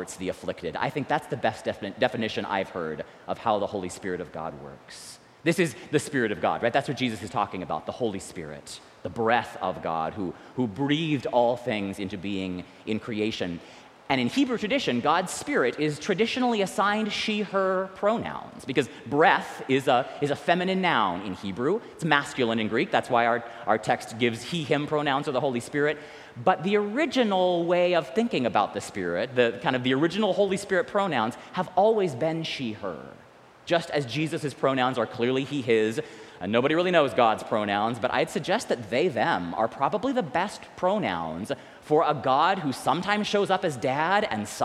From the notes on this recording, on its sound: recorded live at the 10:00am service on Sunday, May 14, 2023